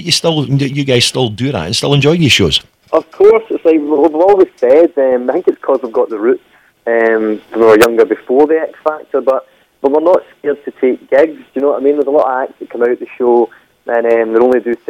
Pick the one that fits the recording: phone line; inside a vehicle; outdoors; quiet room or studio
phone line